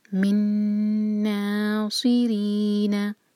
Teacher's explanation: را کے نیچے کسرہ تو باریک پڑھا جائے گا اور نا ایک ہلکا، ری مد تبعی، منا سی رینا.